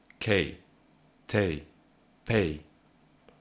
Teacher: You can see that for the K, the air is completely compressed in the throat before opening. For Te, the air is relaxed in the posterior half of the mouth. It is already less explosive. And for Pay, it is simply the opening of the mouth, of the lips, which provokes this sound.